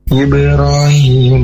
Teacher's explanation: ada huruf ba mati termasuk dengan qalqalah, jadi bacaannya harus dipantulkan